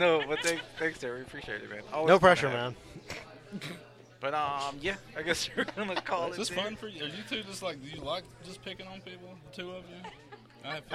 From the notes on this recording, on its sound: we celebrate Free Comic Book Day at one of our favorite places the Battlegrounds Games and Comics in Dalton, GA